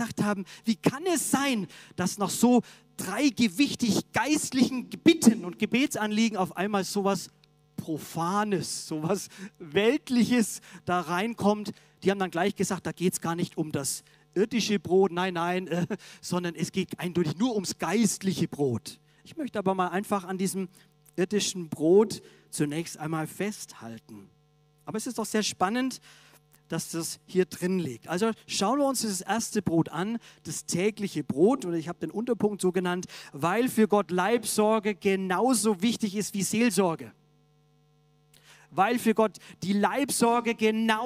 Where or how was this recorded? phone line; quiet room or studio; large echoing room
large echoing room